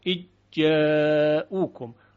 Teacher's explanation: ذال در تلفظ دیگه شنیده نمیشه پس از ادغام و یک جیم مشدد ما خواهیم شنید · Term: ادغام ذال در جیم